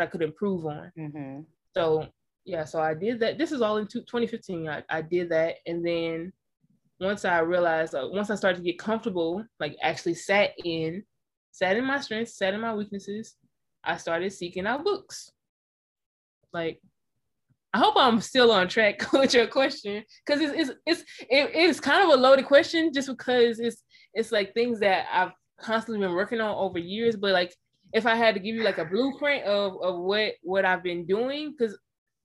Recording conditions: drop-outs